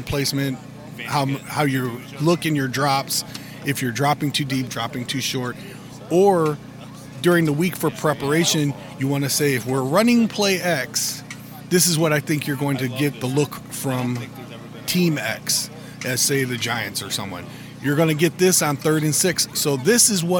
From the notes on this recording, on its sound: Brought in a microphone to Chicago Bears training camp to record interaction with fans. Before security cut him off from recording more. From the back row of the bleachers from Tuesday's practice.